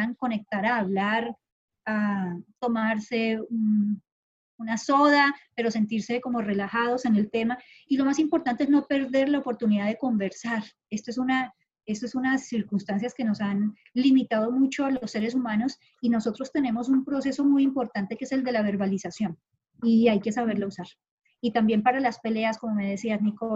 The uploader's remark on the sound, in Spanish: Acostumbrándonos todavía poco a poco a grabar reuniones online (disculpen los sonidos raros).